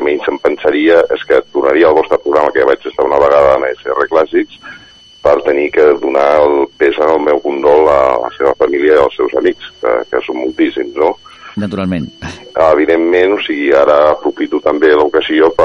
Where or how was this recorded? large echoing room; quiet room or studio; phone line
phone line